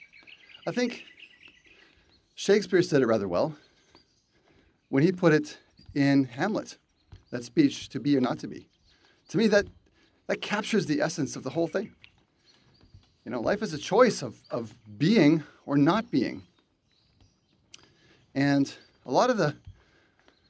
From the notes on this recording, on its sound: walk and talk